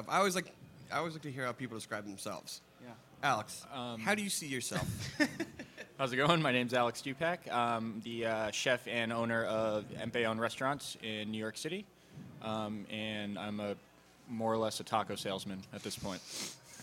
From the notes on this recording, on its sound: panel from South By Southwest